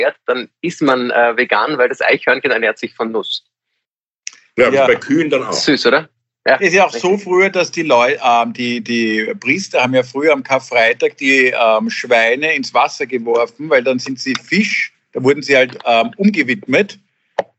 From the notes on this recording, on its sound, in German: Finden ihr Publikum auch, indem sie einander via Skype am Abend beim Reden zusehen.